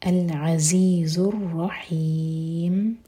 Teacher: را پر دیکھیں شدہ ہے تو میک شور کہ را اسٹرانگ پڑھا جائے اور را ہیوی ہوگا، العزیز الرحیم، ان میں مد عارض للسکون.